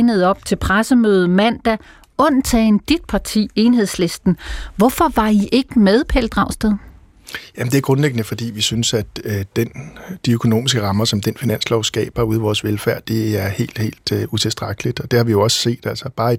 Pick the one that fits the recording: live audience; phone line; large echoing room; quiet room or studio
quiet room or studio